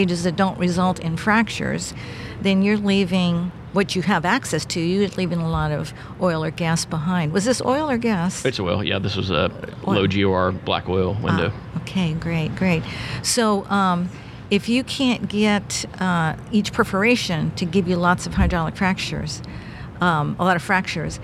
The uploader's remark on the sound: This was recorded at the 30 th Anniversary NAPE Summit.